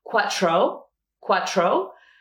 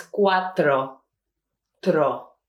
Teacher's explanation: this T is not aspirated · Shown in: second take · so we're not going to say cuatro, cuatro, is cuatro, tro.